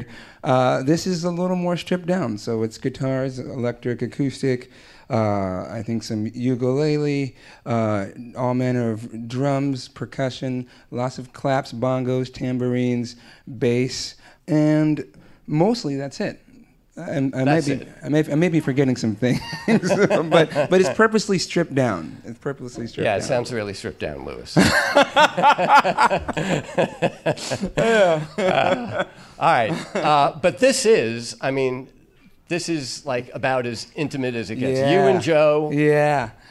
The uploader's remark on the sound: From the 2023 New York Guitar Festival in The Greene Space. From his headlining set at the 2023 New York Guitar Festival in The Greene Space.